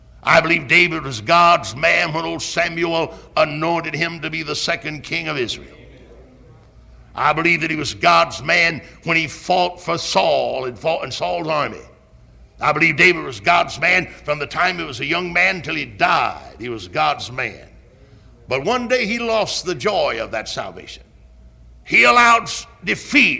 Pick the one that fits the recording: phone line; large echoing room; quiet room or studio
large echoing room